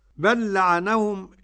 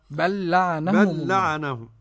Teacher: اللام الأولى مدغمة في الثانية، بل لعنهم، إدغام مثلين صغير.